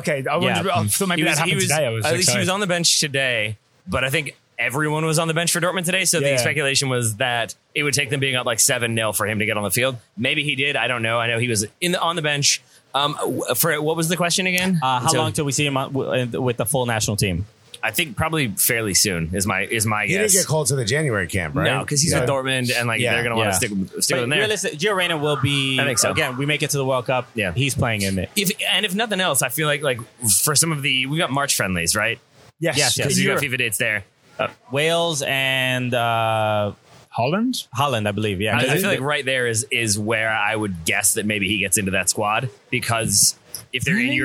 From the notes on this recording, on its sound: Recorded on site at the 2020 United Soccer Coaches Convention in Baltimore. Whenever TSS and Cooligans are in the same city, we have to record a crossover pod.